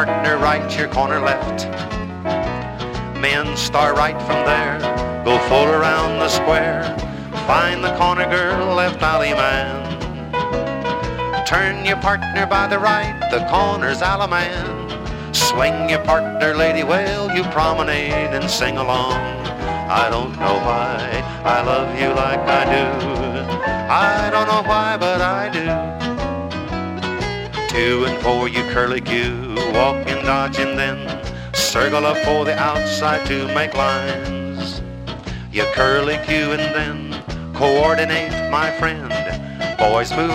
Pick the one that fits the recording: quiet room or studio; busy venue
busy venue